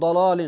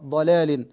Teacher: اللام لا تغلظ مع الضاد · Shown in: second take · اللام تغلظ مع الصاد والطاء والظاء.